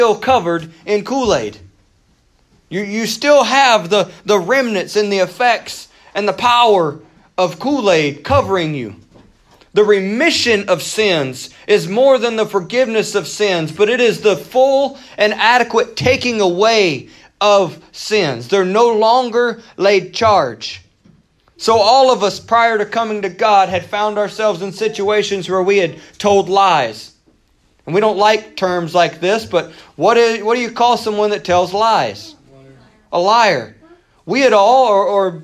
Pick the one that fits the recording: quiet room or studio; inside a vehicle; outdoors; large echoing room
large echoing room